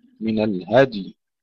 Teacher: الدال ساكنة مقلقلة وبعدها نلفظ الياء ساكنة نقف عليها